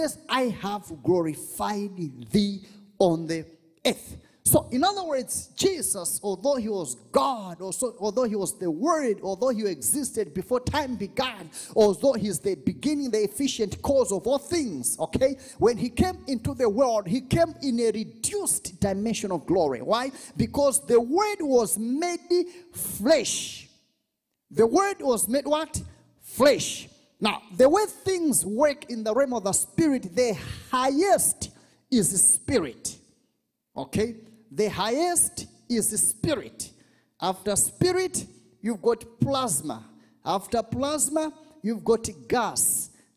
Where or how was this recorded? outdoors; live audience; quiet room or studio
live audience